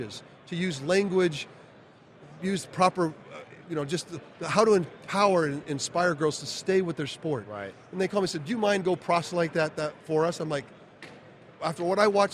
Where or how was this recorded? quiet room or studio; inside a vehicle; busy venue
busy venue